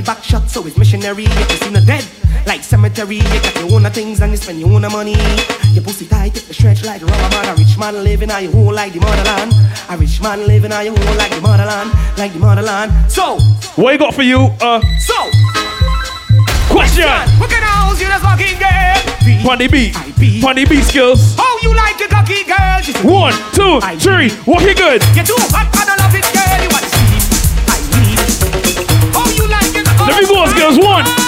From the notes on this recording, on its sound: LIVE AUDIO FROM 'BIBBERS CRUISE: BIG MOUT DRINKS - THE COOLER CRUISE'. MV DREAMCHASER BARBADOS.